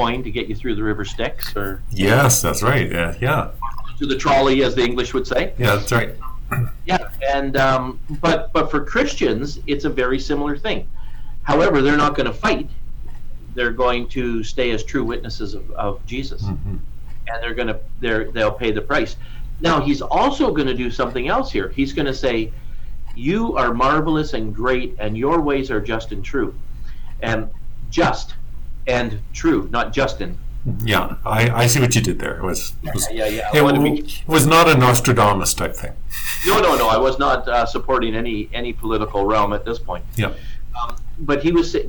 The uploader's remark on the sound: Sorry about the audio in this one